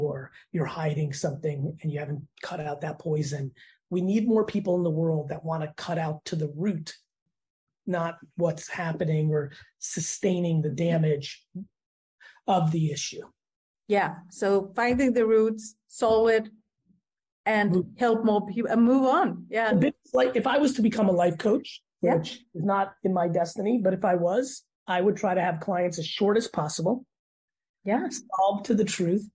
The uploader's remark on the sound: sits down on Zoom